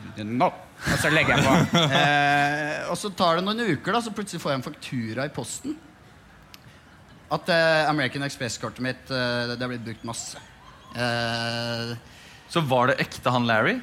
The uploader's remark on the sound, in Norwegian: Live fra Salt